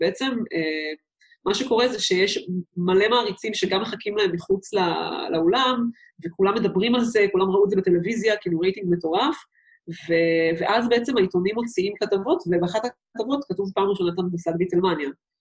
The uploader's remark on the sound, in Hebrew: הרמת הקלטה דרך זום.